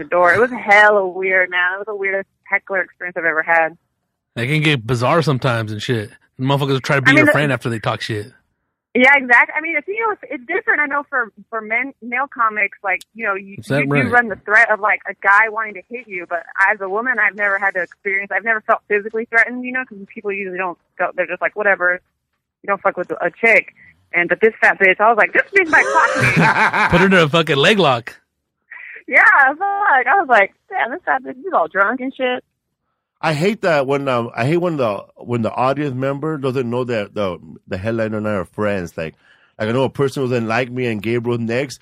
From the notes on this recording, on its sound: We did another call-in show today.